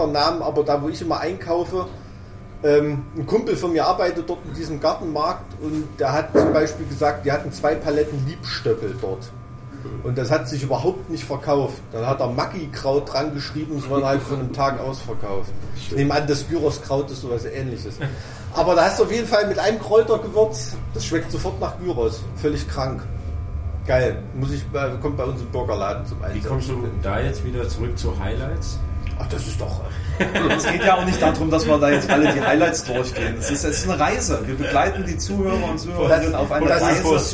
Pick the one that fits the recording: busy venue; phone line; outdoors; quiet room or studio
busy venue